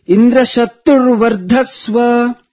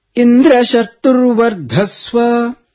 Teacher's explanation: the Tru and Dha, both are chanted upwards, the Swarita intonation · Shown in: first take